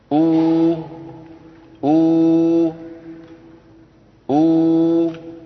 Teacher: بانضمام الشفتين إلى الأمام مع ارتفاع أقصى اللسان. أو أو أو، هكذا الواو العربية لا بد فيها من ضم الشفتين إلى الأمام.